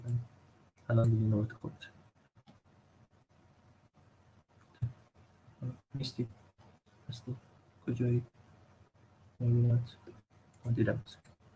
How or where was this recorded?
video call